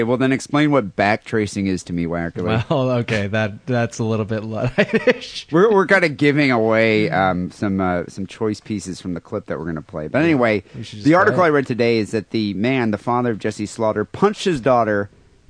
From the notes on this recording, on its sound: Phone calls